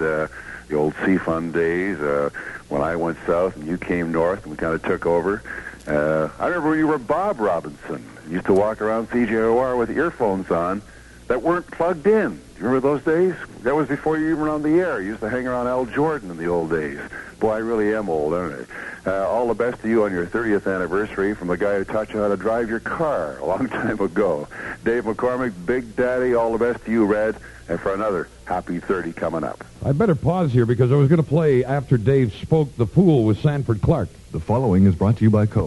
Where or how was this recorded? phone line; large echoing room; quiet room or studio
phone line